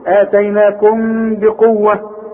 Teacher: اوعى تضم لي شفايفك في الميم الساكنة اللي بعدها به، يحصل انفراد في الشفايف، ما تقفلش بق، افتح لبقك شوية. · Term: اخفاء